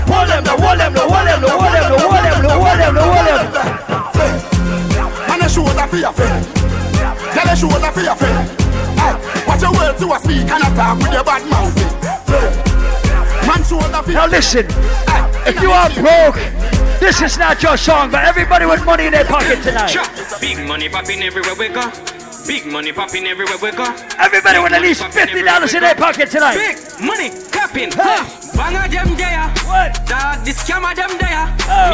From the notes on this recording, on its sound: LIVE AT ISLAND SATURDAYS. Live Audio from Island Saturdays featuring 100% Dancehall, Reggae, Soca and Afrobeats.